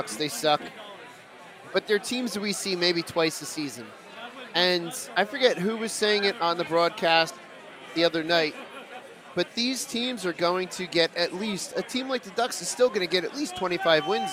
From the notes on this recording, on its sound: Live from American Whiskey